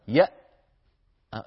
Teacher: ما في مجال أبدا أن يمر صوت لأن الوترين الصوتيين قد انقفلا تمام الانقفال · Term: الهمزة